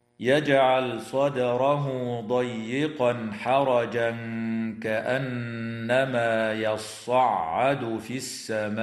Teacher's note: ويخفى عند الكاف مع الغنة مرققة في قوله تعالى حرجا كأنما. وتغن النون المشددة في كلمة كأنما، ويراعى تشديد الصاد والعين في كلمة يصعد في رواية حفص. · وتغن النون المشددة في كلمة كأنما، ويراعى تشديد الصاد والعين في كلمة يصعد في رواية حفص. وتمد الألف في كلمة السماء من قبيل المد المتصل بمقدار أربع أو خمس حركات